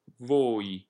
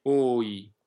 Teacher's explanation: O è soltanto O e poi diventa I. Voi, legato, ma deve essere chiaro il momento in cui la O diventa I.